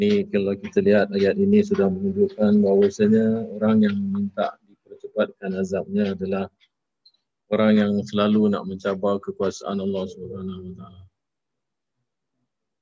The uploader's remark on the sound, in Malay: Rakaman zoom pada setiap Ahad 9.